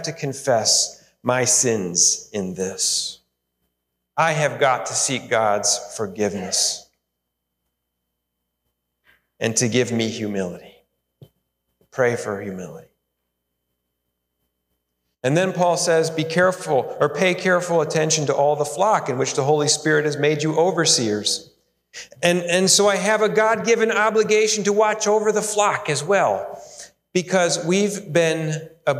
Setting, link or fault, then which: setting, large echoing room